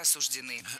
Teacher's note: Правильный вариант – осуждены. Ударение в этом слове ставим на окончание.